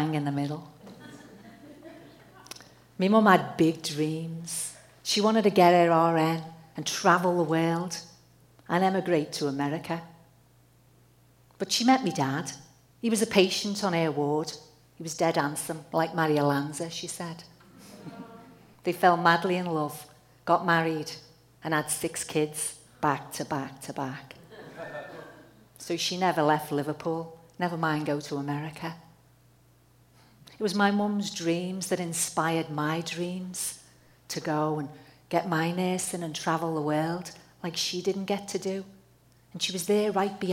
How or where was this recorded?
live audience